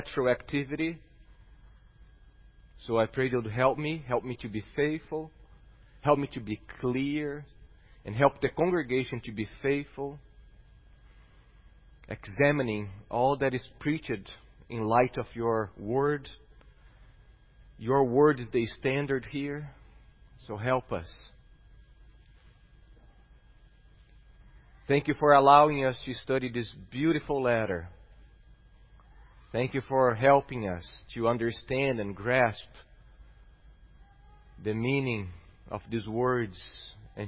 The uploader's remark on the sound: at Gracious Cross Reformed Church Salem